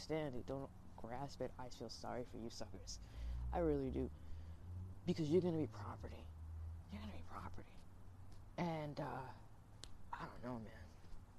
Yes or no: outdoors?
yes